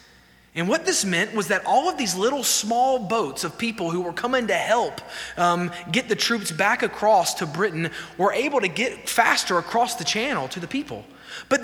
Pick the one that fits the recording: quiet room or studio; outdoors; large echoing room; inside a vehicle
large echoing room